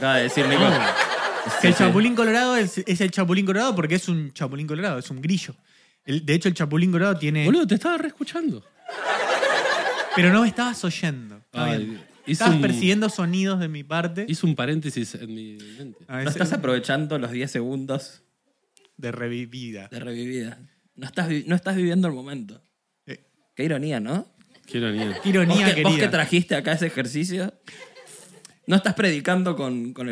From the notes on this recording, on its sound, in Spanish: Estamos EN VIVO en TEATRO BORDER